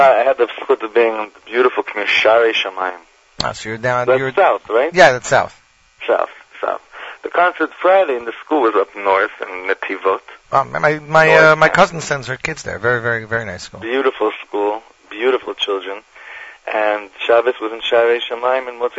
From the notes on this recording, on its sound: will phone in from Israel to talk to us